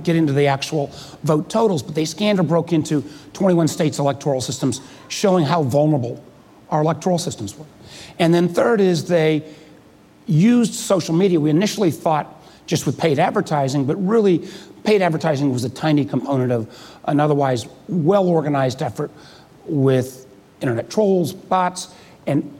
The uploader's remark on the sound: Live at Code 2018